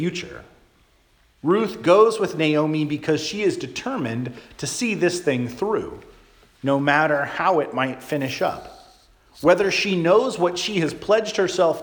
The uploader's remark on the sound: Charles Anglican Cathedral, Bremerton, WA.